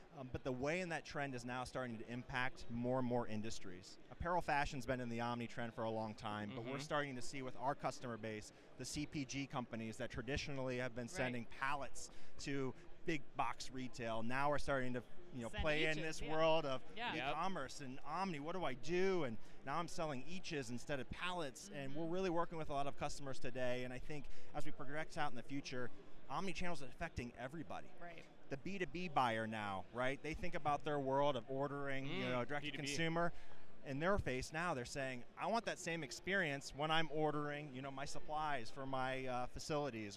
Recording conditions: busy venue